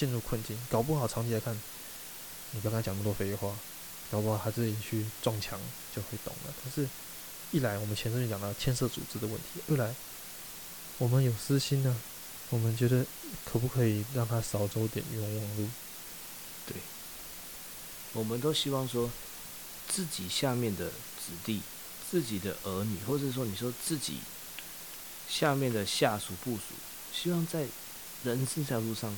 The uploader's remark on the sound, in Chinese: 酒吧喝酒聊天，聊開了，回家繼續聊，聊到凌晨三點索性錄了這一集。抱歉這集雜音有打大。